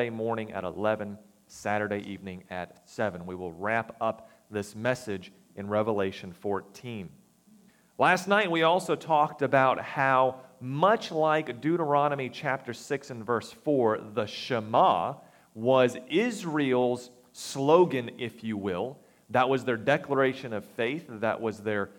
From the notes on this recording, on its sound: recorded September 24, 2022, at the Ringgold Seventh-day Adventist Church